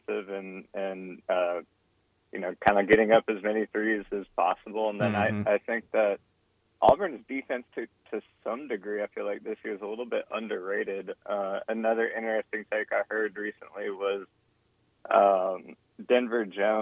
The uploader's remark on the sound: take numerous phone calls with plenty of thoughts from the listeners